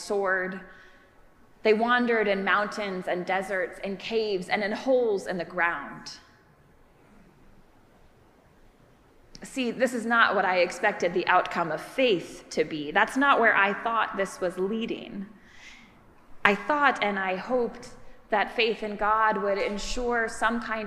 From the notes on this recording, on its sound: preached at our celebration of the Holy Eucharist on the Tenth Sunday after Pentecost